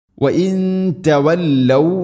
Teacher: സാക്കിന നൂനിന് ശേഷം ത, ഇഖ്ഫാ ബിഗുന്ന, അവ്യക്തമാക്കി മണിക്കുക